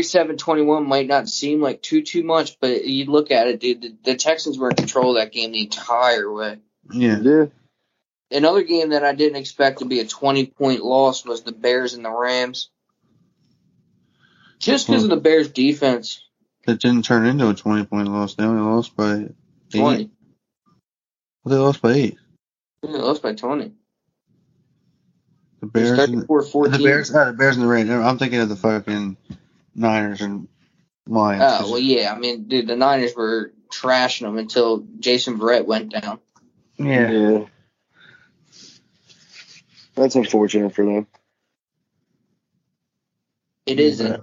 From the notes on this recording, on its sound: The boys meet up virtually through skype.